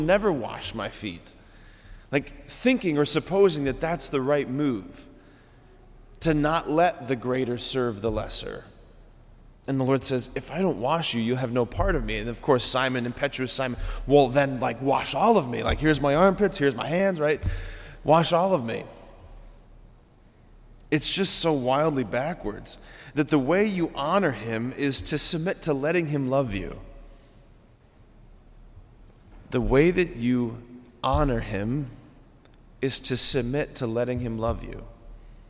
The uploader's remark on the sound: preached this homily on October 24, 2023 at Sacred Heart of Jesus Catholic Church in Wadsworth, OH